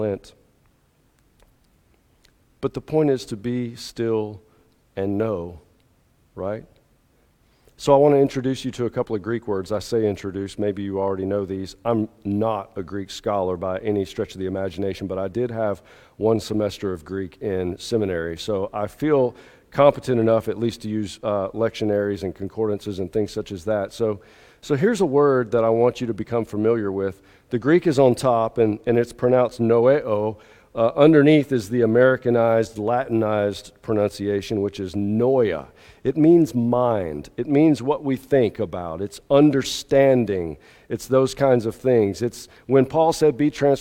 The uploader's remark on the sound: At the 8:30 contemporary service at Restore. Alabaster First United Methodist Church.